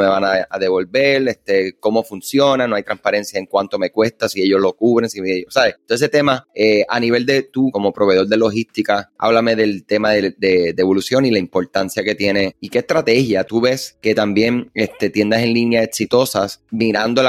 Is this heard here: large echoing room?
no